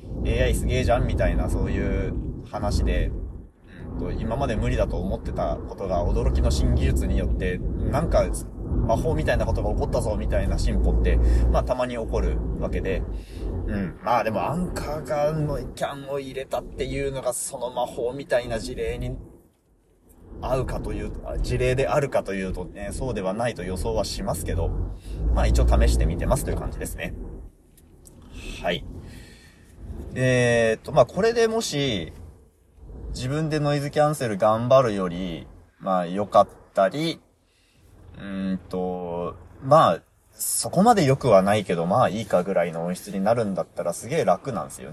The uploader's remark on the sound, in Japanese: Anchorアプリのノイキャンを運転中の録音で試してみた